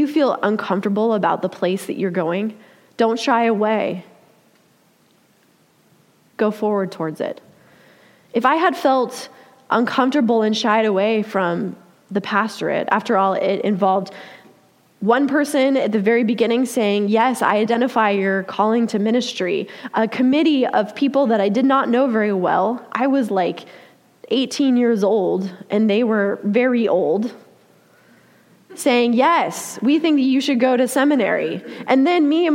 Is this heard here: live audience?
yes